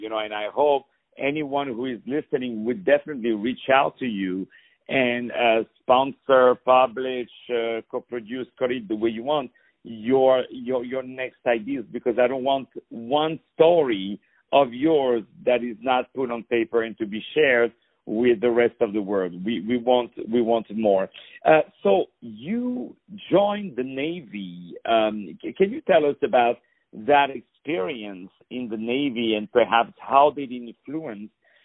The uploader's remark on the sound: On the phone